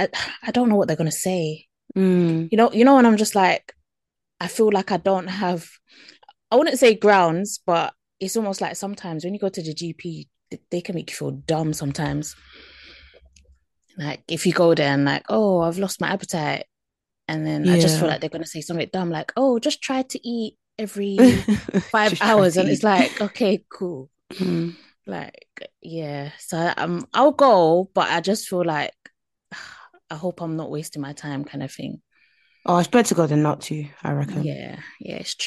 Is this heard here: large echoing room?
no